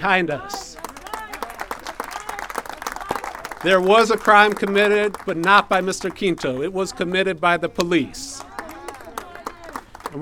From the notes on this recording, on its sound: sounds from a rally held on the steps of the Antioch Police Department